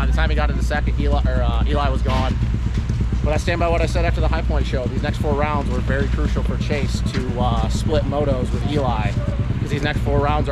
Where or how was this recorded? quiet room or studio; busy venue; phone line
busy venue